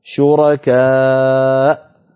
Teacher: نقف على همزة ساكنة هكذا شركاء